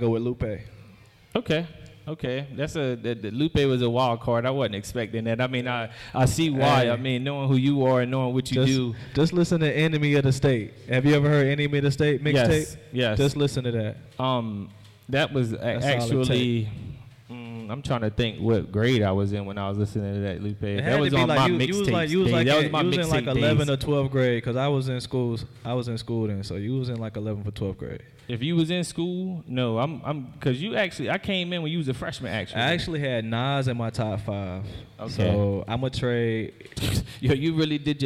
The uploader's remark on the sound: Live at BeSocial in front of an audience.